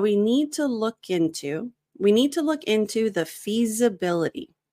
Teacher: So the K actually sounds more connected to the next word, into.